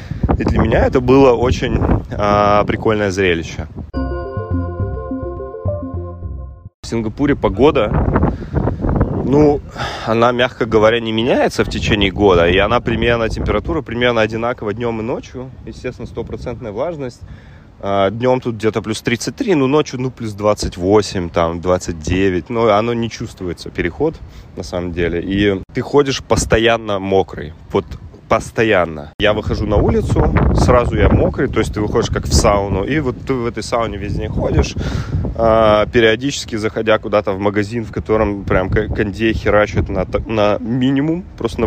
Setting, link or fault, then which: fault, wind noise